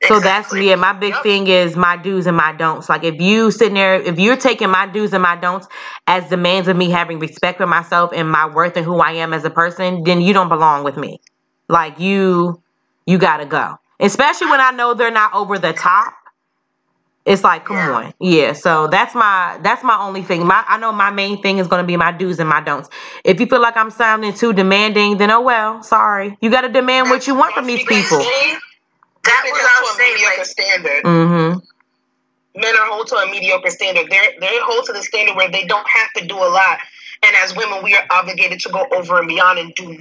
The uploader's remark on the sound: They come together via Facetime